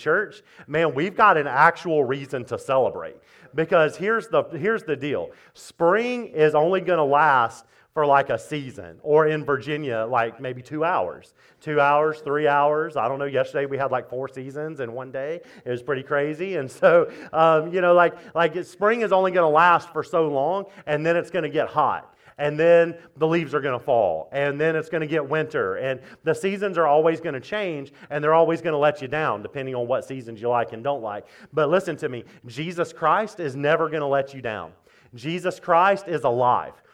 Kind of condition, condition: setting, large echoing room